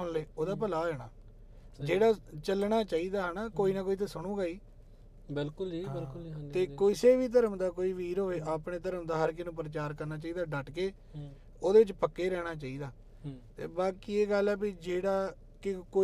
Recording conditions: inside a vehicle